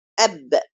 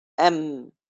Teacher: طب الميم والباء ما بين الشفتين وهو مخرج لثلاث احرف. الميم والباء ما بين الشفتين بانطباقهما، وانطباقة الباء أقوى من الميم